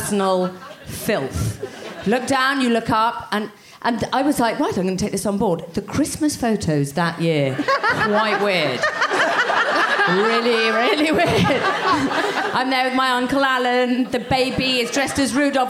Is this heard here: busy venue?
yes